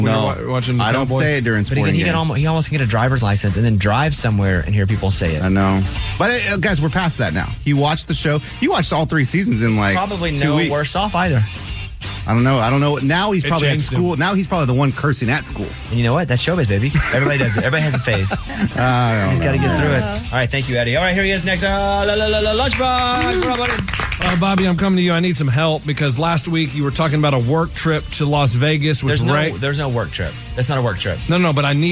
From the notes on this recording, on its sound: listeners called